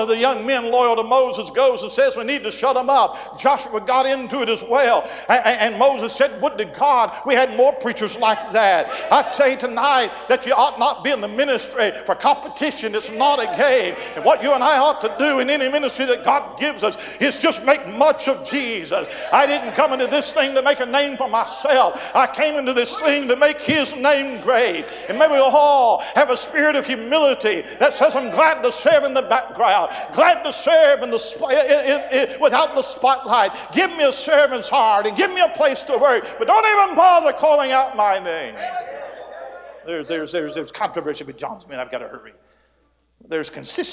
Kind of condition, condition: setting, live audience